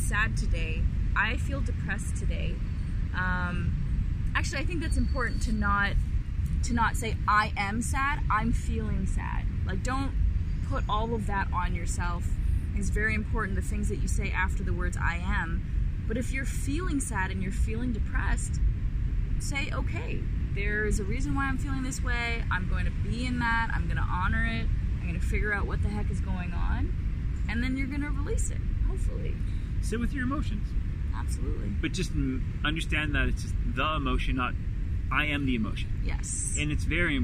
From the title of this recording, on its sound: Carcast